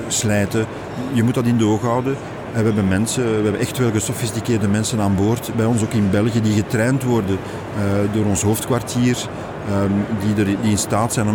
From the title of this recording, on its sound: Horeca Expo Live